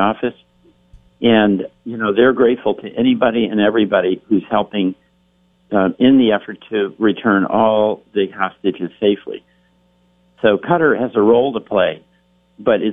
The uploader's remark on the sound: Calls. From Washington.